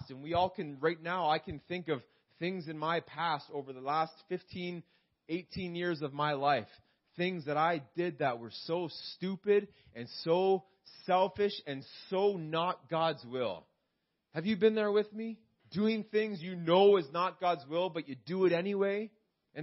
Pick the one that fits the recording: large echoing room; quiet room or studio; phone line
large echoing room